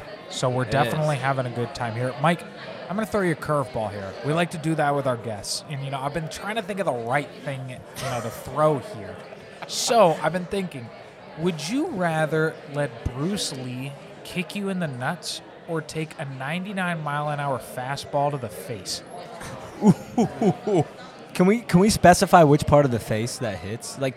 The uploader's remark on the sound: Recording the show at Middle James Brewery.